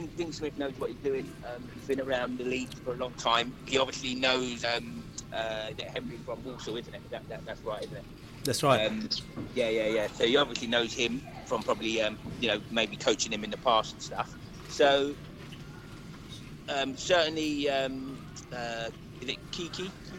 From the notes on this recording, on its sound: LIVE Transfer Deadline Day Podcast from the Pub. Our podcast which broadcast LIVE on transfer deadline day. The Beesotted crew assembled for their FIRST ever LIVE broadcast of the Beesotted Pride of West London podcast at One Over The Ait pub in Kew Bridge.